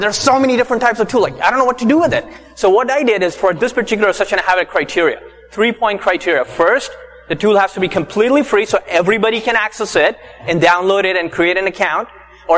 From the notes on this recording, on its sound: Last year, we did a keynote presentation at Digimarcon West conference. In this show, we would like to share the audio recording of the session.